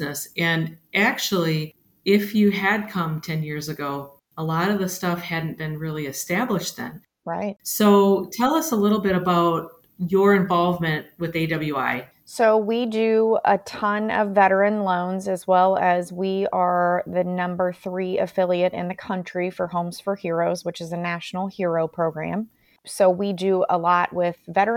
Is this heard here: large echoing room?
no